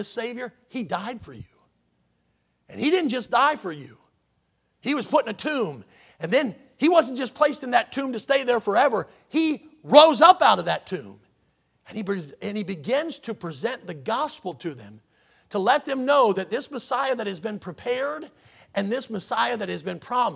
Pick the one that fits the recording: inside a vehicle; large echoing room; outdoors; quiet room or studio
large echoing room